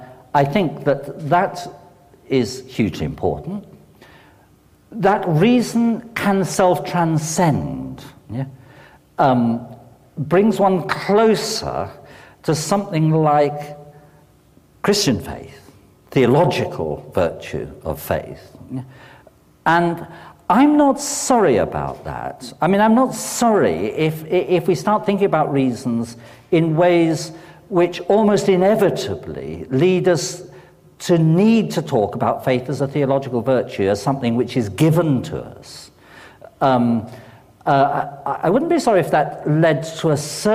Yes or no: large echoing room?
yes